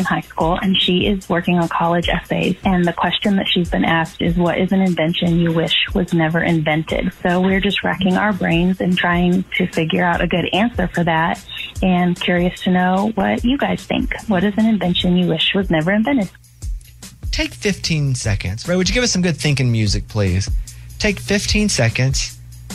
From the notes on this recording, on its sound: A listener called